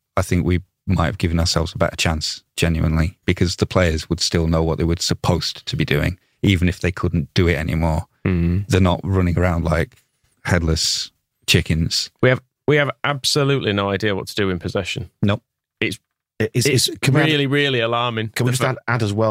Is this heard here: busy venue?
no